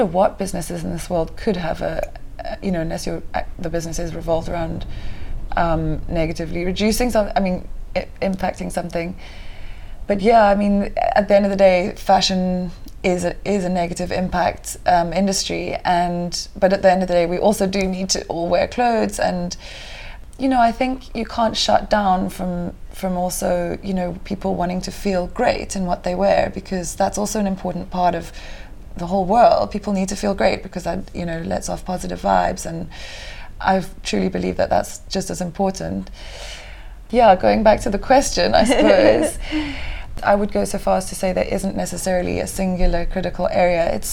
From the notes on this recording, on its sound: Betty’s Bay, a small coastal town just outside of Cape Town on a moody and stormy day (so please enjoy a little wind whistling as background ambiance)